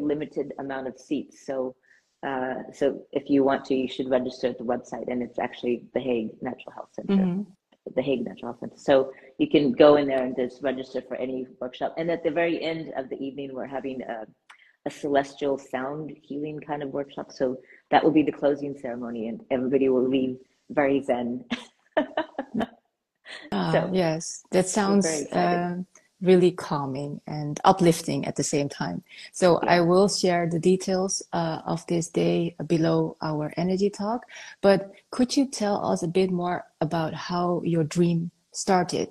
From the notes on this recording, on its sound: was recorded live on Instagram.